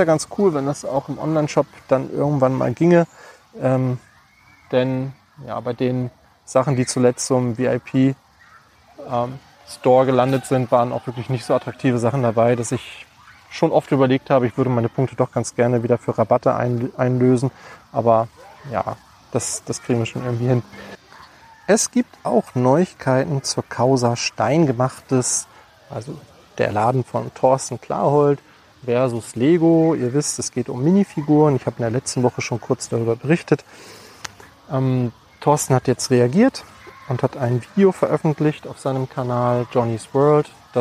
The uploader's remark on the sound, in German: Eine Podcast Aufnahme im Freibad.